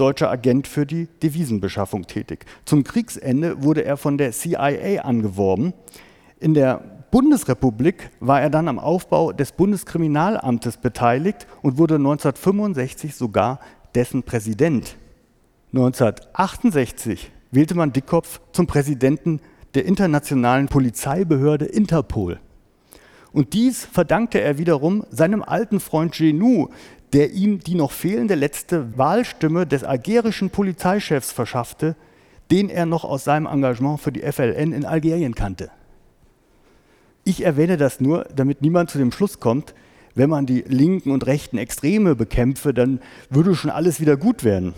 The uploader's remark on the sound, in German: Mitschnitt eines Vortrages